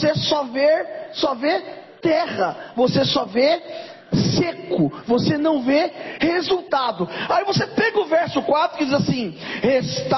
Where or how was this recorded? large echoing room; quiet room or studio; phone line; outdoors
large echoing room